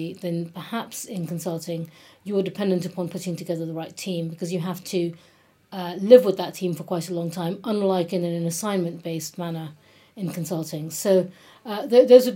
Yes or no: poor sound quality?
no